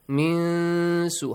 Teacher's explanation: Hide the sound of noon and produce a nasal sound. Hide a hidden noon sound.